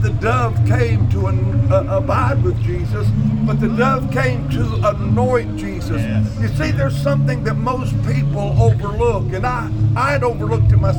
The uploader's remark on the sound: Live from the Jordan River